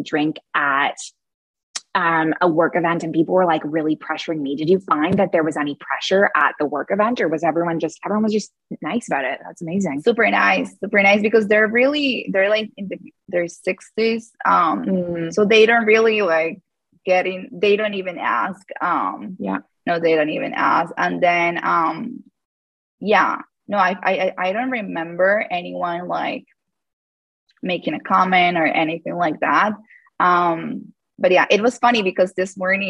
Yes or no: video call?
yes